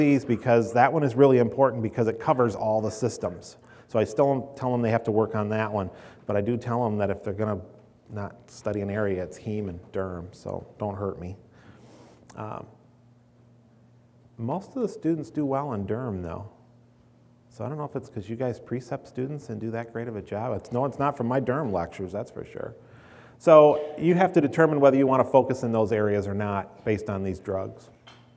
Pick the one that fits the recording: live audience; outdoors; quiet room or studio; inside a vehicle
live audience